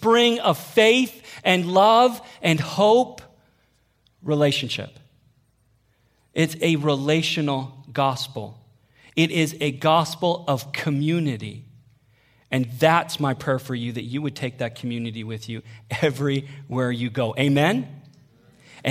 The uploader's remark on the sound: Sermon audio from Northview Young Adults.